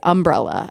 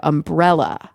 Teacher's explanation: it's a very southern thing to put the emphasis on the first syllable there · Shown in: first take